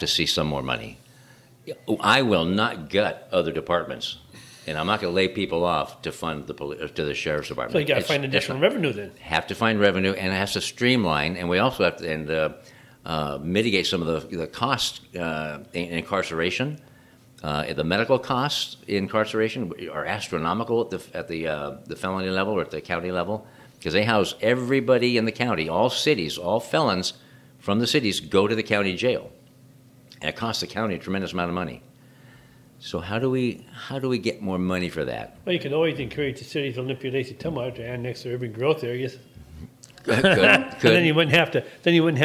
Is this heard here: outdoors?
no